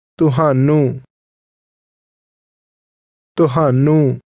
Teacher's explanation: Tuhanu is one of these words, and it is pronounced with a tone that falls to a low level.